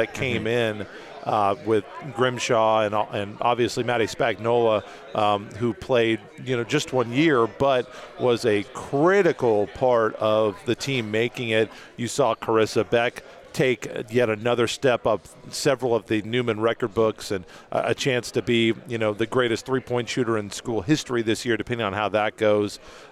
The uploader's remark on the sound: LIVE from MIAA Basketball Media Day in Kansas City!